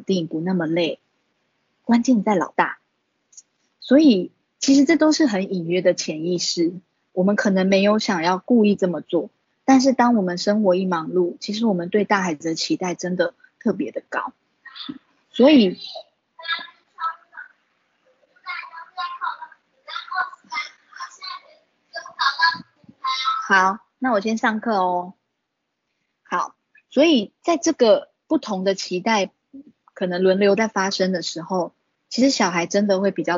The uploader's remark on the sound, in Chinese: 此為線上課程錄音檔！